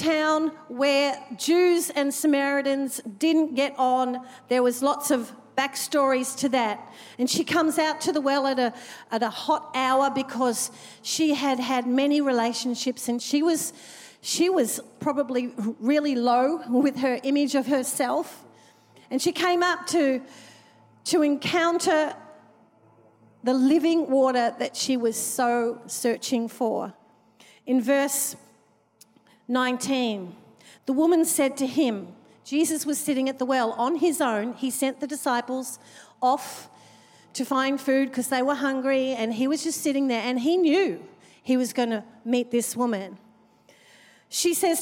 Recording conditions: large echoing room